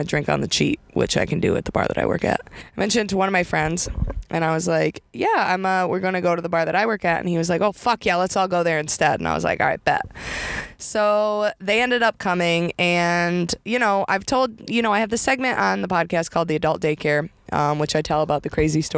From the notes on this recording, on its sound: recording today’s episode in her new car!